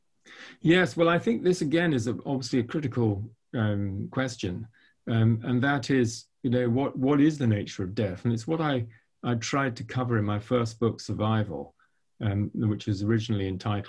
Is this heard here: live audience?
no